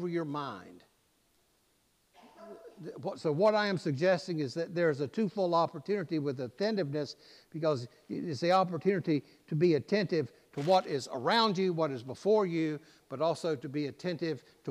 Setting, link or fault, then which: setting, large echoing room